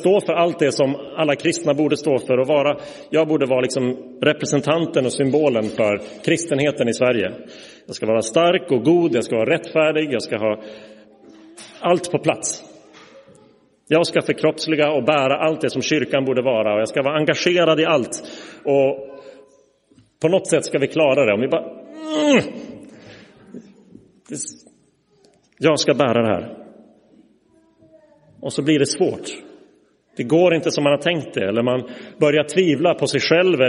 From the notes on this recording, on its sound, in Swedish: Inspelad i Roseniuskyrkan den 18 februari 2024.